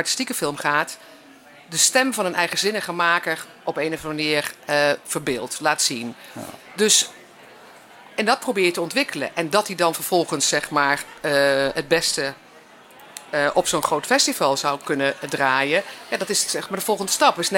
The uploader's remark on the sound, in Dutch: Het Ketelhuis is verkast naar het Nederlands Film Festival in Utrecht om daar dagelijks verslag te doen vanaf het filmfront.